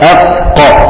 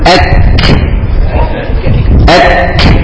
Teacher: يعني القاف فيها جهر عكسه الكاف فيها همس ماشي القاف مستعلية والكاف مستفلة